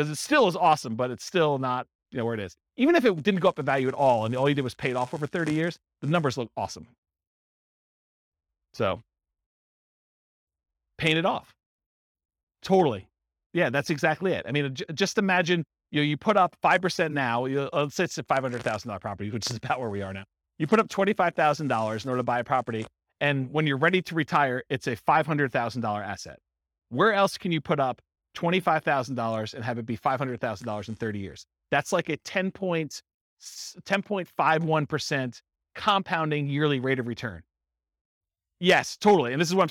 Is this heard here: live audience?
yes